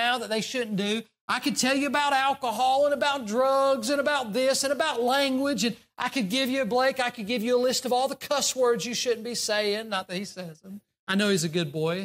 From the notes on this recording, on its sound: during the Sunday morning service on January 7, 2024, at Southside Baptist Church in Mount Airy, NC.